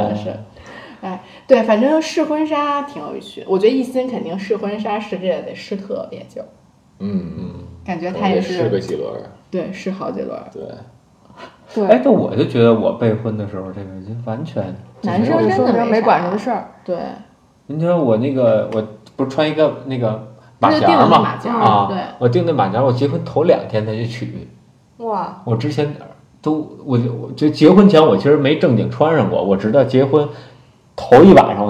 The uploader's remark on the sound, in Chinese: 没有4个话筒笑声过大请大家原谅！